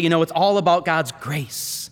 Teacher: sometimes there creeps into their voice this sort of breathy, far away quality